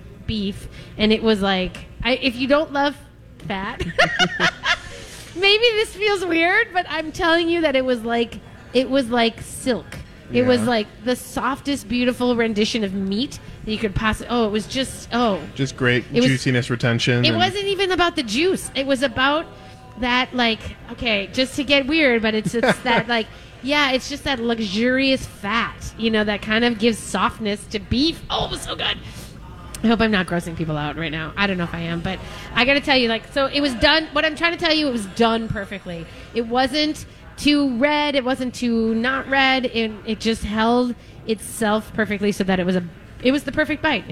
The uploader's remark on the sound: live from Mallards Restaurant & Lounge today!